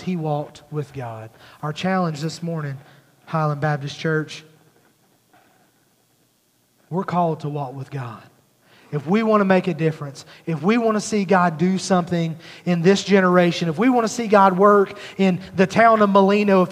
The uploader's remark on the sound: at Highland Baptist Church, Molino, FL